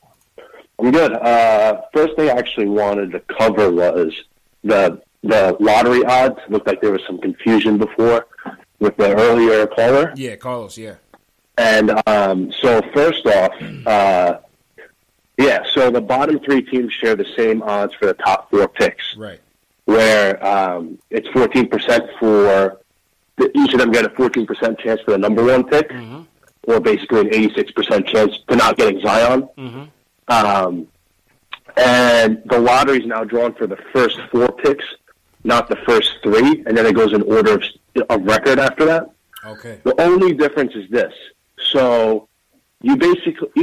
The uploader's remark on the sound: take live phone calls from fans around the world